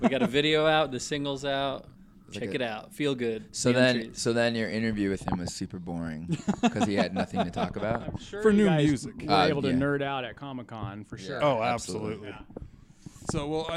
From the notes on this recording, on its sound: Today's episode is a bonus episode recorded at the LoveLoud Fest. At the LoveLoud Festival in Orem, Utah.